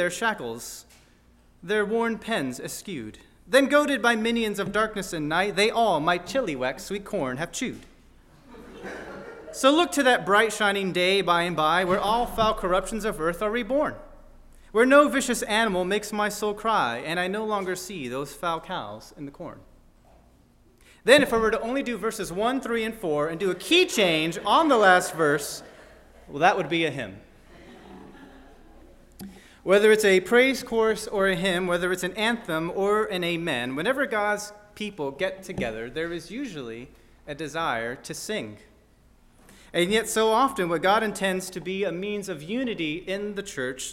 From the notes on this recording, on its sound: on July 16, 2023 at First Baptist Church in Delphi, Indiana